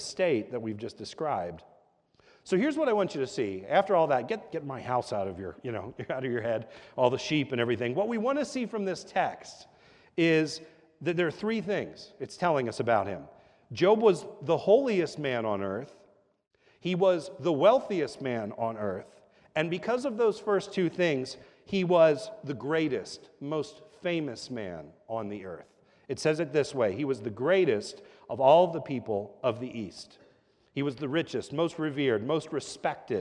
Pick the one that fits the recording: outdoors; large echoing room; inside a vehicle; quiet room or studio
large echoing room